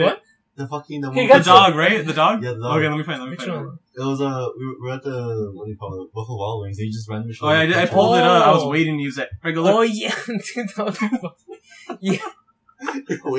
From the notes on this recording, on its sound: We're back with more audio issues